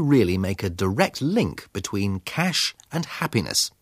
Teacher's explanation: His intonation, the higher note, the slower speed and careful stress, all indicate that we should pay attention to these words.